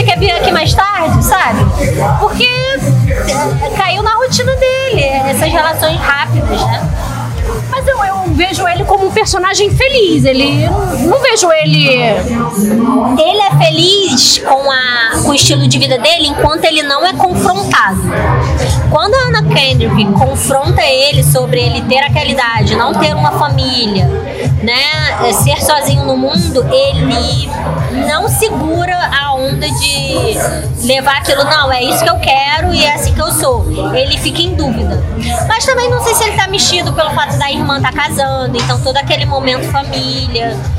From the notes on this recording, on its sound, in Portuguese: diretamente do Booze Bar, na Lapa